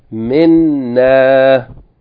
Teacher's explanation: you have min, ends with noon, and then the pronoun na begins with noon. Therefore, you have two noons coming together. So, the shadda.